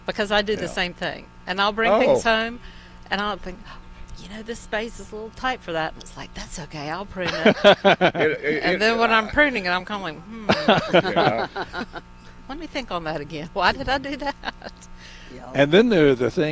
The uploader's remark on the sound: Broadcasting live from Campbell Road Nursery.